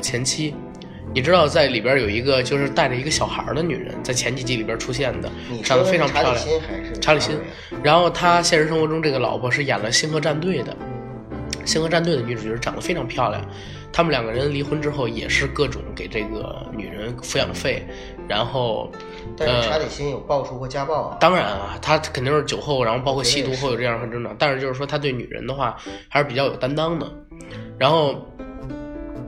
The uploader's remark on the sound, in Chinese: 录制中主播因病出现多次咳嗽等杂音